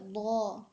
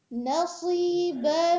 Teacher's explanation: ضاد کے بعد جو الف آ رہا ہے وہ ہیوی پڑھا جا رہا ہے، اور نصیبہ میں جو الف آ رہا ہے وہ سافٹ پڑھا جا رہا ہے